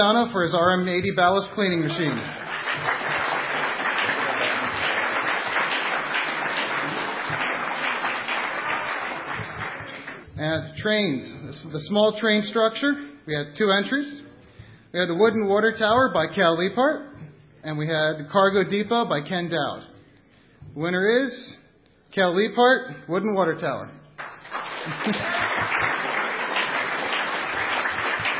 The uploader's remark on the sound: A complete recording of the awards show from BrickFest 2006. A complete recording of the awards show from BrickFest 2006... Well, almost complete...